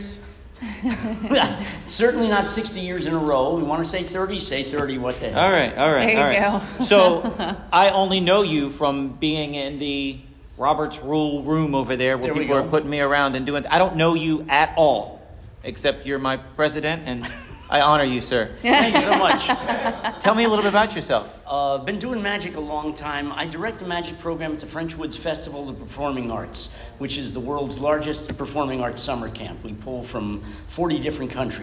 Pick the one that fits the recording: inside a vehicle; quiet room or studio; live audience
live audience